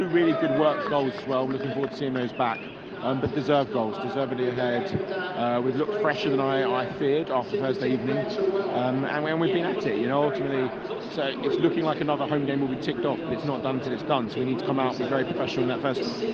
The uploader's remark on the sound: Give their pre-match Palace thoughts and half-time update live from The Emirates.